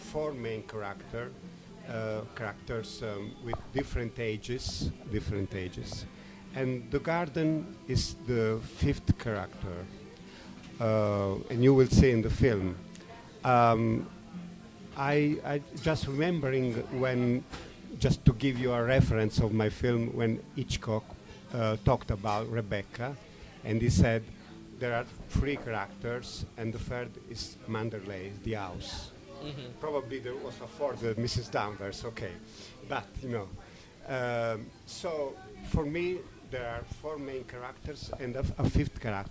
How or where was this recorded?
busy venue